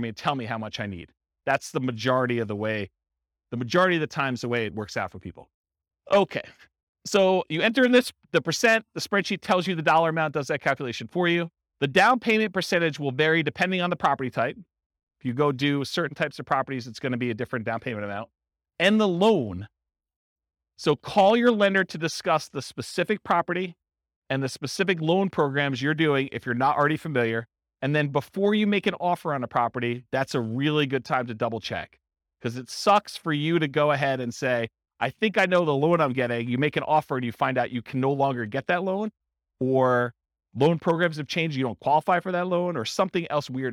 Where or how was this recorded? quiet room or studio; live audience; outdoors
live audience